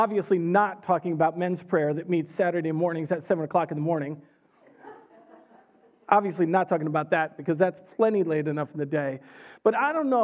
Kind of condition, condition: setting, large echoing room